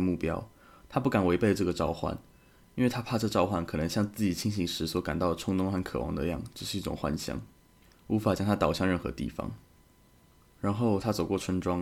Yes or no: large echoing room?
no